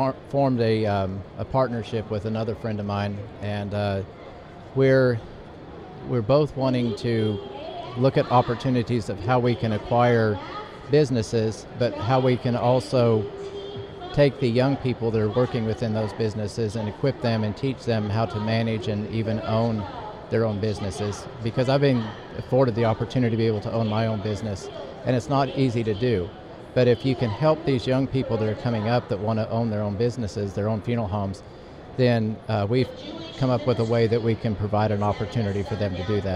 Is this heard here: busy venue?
yes